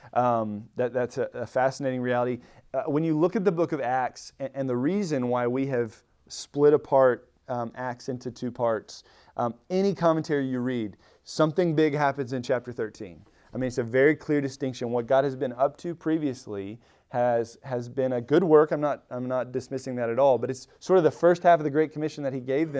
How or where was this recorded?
large echoing room